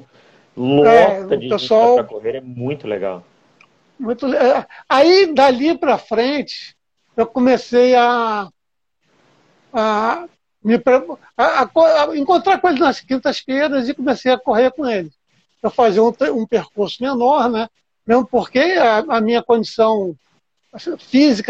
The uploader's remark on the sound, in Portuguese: Live no Instagram